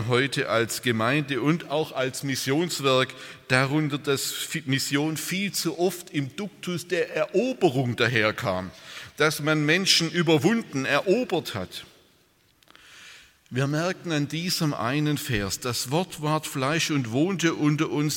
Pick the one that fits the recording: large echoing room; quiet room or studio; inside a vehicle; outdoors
large echoing room